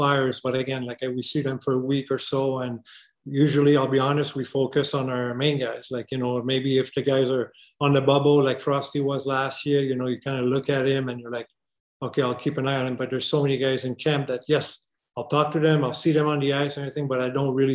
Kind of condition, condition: link, video call